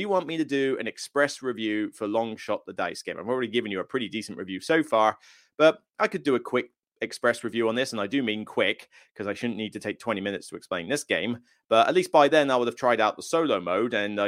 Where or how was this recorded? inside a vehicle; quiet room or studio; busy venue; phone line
quiet room or studio